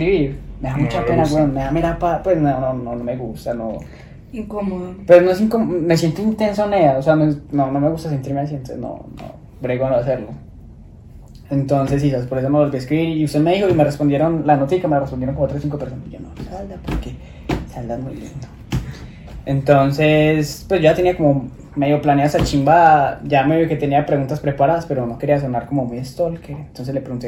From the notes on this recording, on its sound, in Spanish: Como siempre, perdón por la calidad del audio.